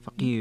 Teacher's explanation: فقير، فقير فيها ترقيق الراء لورش